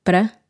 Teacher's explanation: Probably just cut the first A from para altogether. Often we'll say it that way, para.